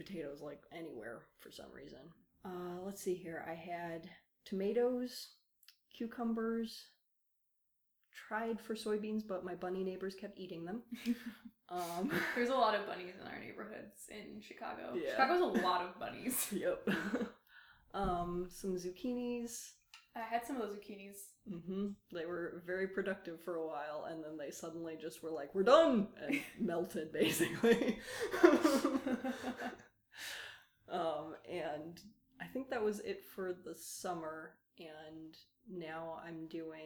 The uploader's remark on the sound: Apologies for the audio quality on this one! My mic broke so I had to borrow one I wasn't familiar with.